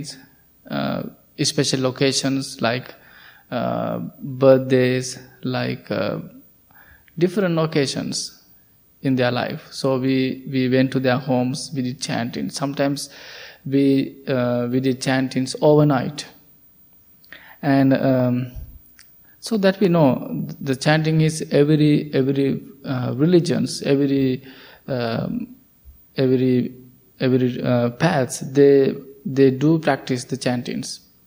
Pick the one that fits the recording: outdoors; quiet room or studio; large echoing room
large echoing room